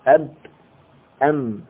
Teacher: والباء والميم تخرج من الشفتين بإطباق، بإطباق الشفتين